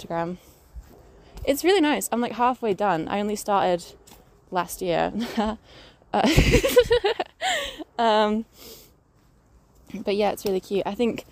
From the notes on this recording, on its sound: all accompanied by some sounds of nature (sorry about my squelchy boots!